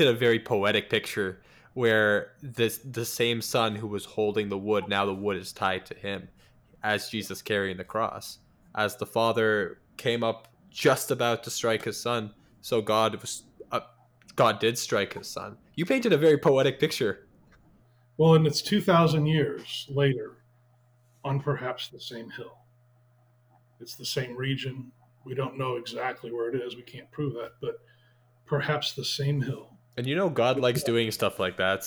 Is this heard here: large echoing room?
no